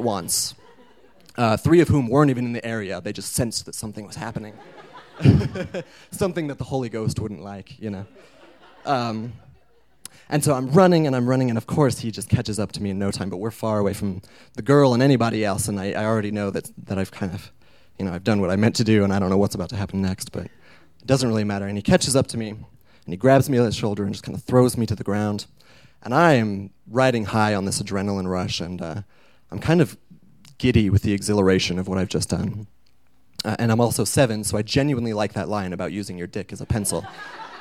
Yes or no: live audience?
yes